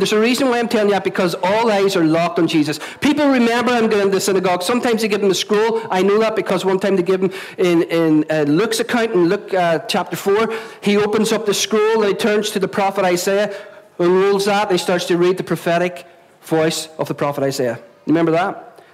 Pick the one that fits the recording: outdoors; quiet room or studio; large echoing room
large echoing room